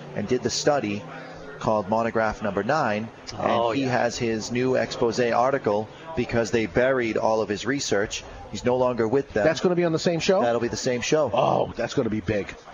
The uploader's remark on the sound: LIVE from Two Guys Smoke Shop in Salem NH.